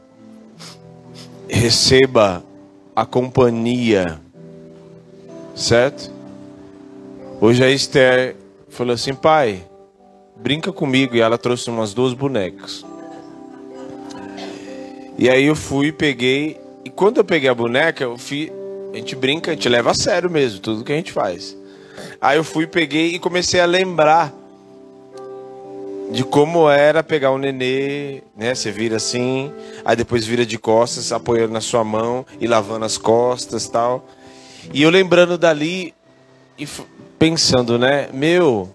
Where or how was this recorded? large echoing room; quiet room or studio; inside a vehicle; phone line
large echoing room